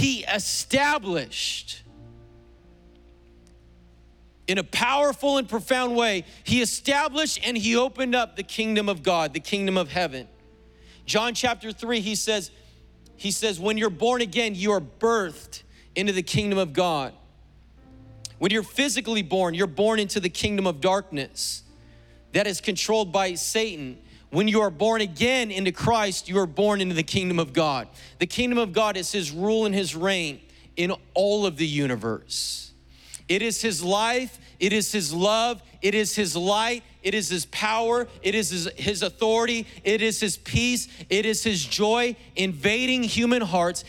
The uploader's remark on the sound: was preached on July 4th at the 11:30AM service